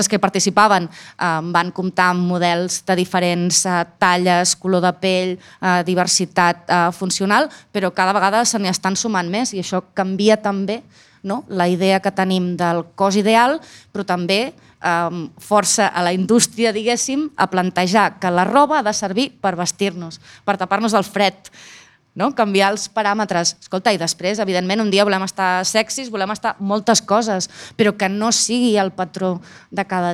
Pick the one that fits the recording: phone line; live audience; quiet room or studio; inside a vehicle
live audience